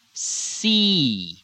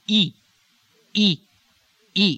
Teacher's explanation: the E in these dialects is going to be more of a single one with the lips stretched forward · Shown in: second take